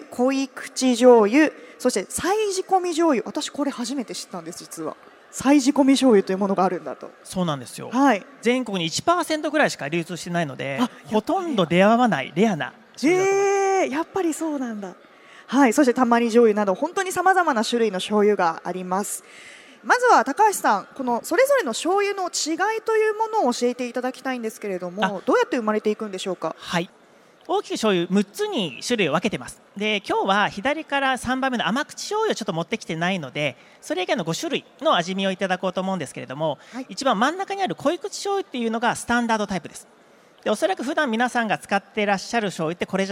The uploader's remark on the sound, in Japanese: CRAFT SAKE WEEK 2023 at ROPPONGI HILLSにて公開収録。